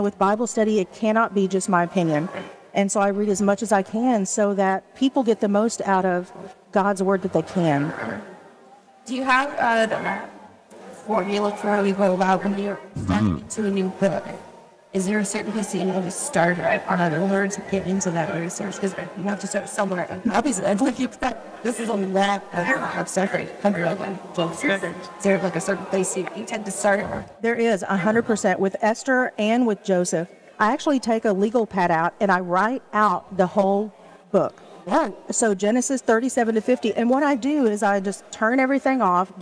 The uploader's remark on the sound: at the LCMS Youth Gathering in Houston